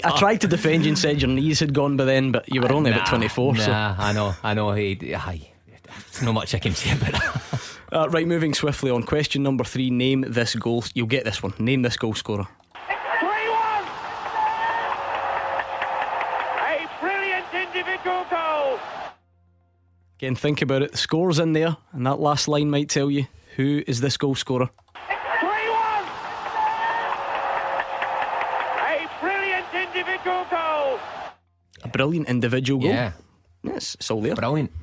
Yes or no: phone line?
yes